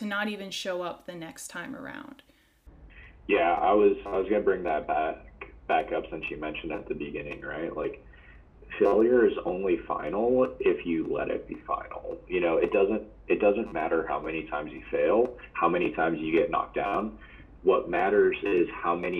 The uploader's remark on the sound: not my best audio editing skills